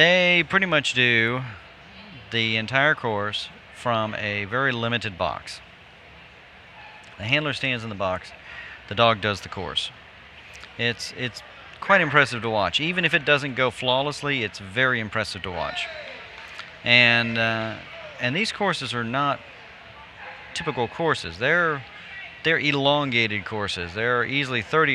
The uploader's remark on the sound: Live at Franklin AKC, NADAC Champs